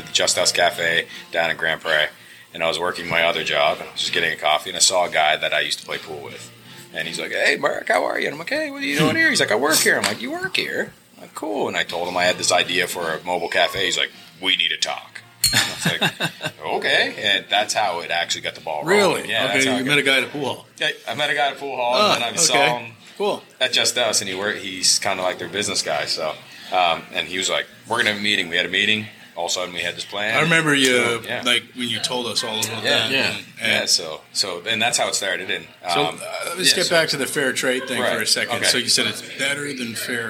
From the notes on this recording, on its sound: Recorded at Serpent Brewing.